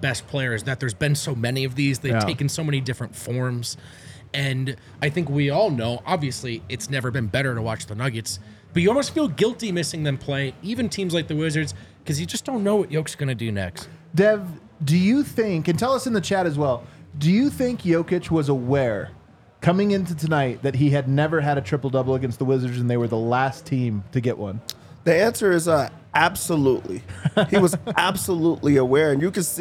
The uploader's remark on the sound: LIVE from the DNVR bar